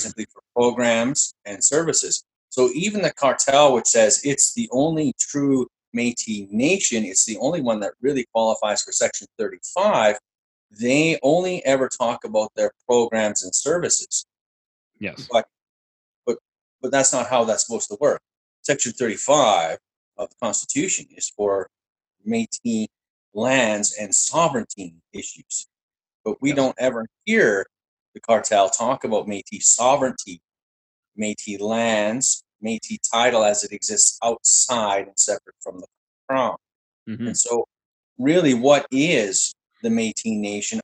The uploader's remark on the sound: In our first ever zoom podcast